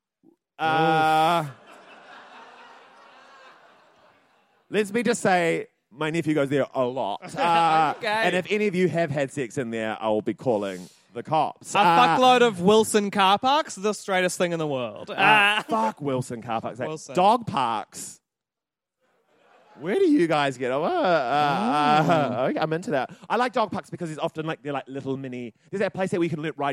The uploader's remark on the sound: Live in Christchurch